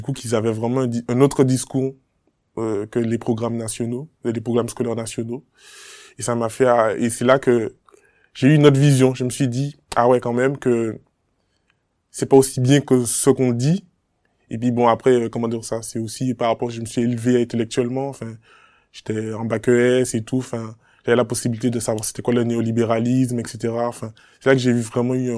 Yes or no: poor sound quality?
no